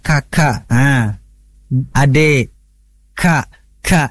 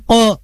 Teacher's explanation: kalau kaf itu ada pada ujung lidah yang sifatnya itu hames, nafasnya keluar. Berbeda dengan ko, itu jahar, nafasnya tertahan. Ko, sudah, tidak ada nafas yang keluar.